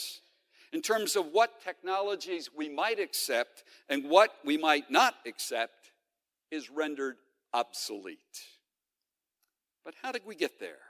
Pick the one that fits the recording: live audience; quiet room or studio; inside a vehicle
live audience